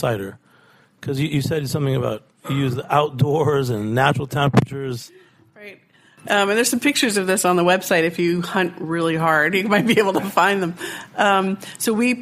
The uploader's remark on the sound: Recorded on-site at Jimmy’s No 43 a few months ago, this episode features an in-depth discussion on cider and some on-air tastings.